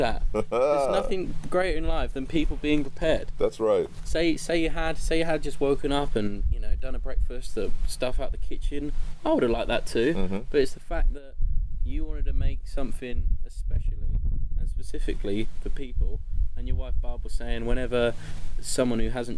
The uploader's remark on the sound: Also, we did find something to help break the wind while recorded but there are still some portions that may have high wind interruptions.